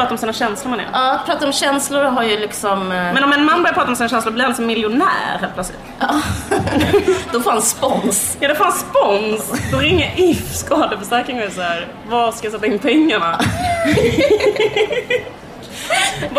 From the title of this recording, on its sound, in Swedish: Live på Bokmässan